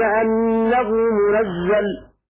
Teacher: فتح النون وتشديد الزاي من التنزيل